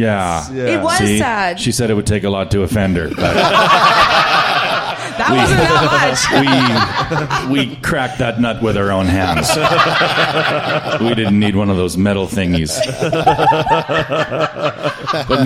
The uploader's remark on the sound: It's a live podcast recording from the Grindstone Comedy Festival in Edmonton